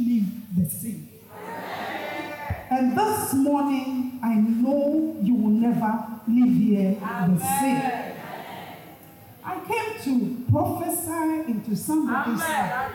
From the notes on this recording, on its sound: Preached at Chosen Woman Conference, Accra Ghana